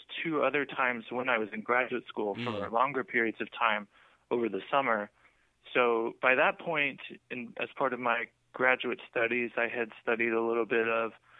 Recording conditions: phone line